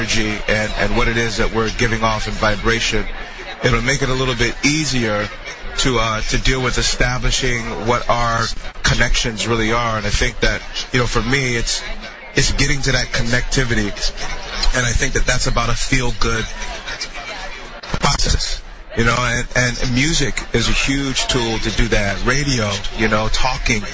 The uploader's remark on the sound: Live at the NW Women's Show